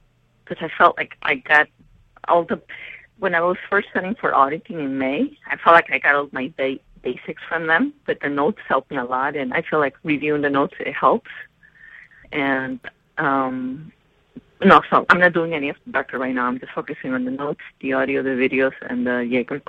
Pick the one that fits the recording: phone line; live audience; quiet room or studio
phone line